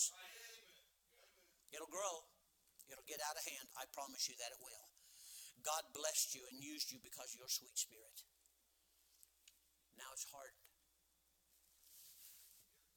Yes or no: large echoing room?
yes